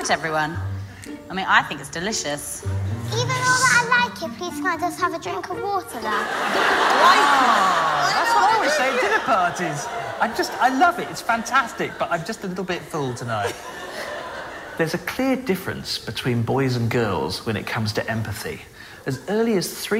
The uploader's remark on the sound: Recorded live at the Tabernacle in London's Notting Hill on 11th March 2019.